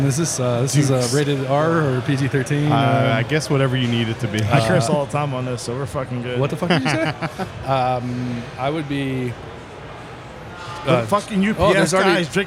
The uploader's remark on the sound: This is the second of three episodes recorded at Xul Beer Company during the weekend of their Kill The Lights festival.